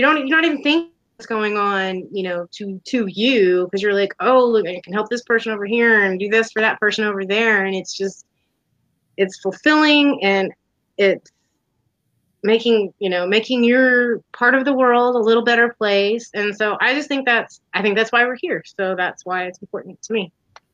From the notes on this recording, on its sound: The audio may be a little choppy.